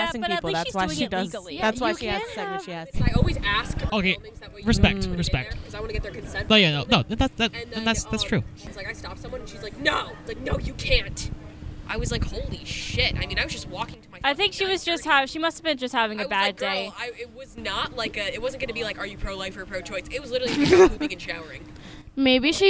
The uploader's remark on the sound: Today we were outside, that's the whole concept, just being outside. Sit across the path from the Silver Sands food truck and just have a chat with anyone who decided to walk up, mostly familiar voices.